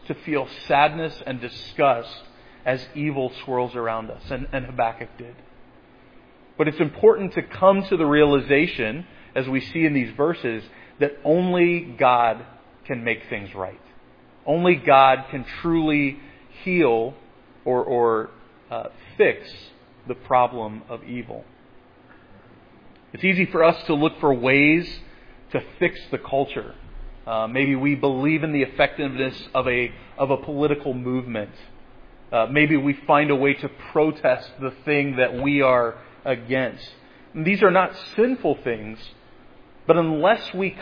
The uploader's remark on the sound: preached at Providence Church on Sunday, April 3, 2022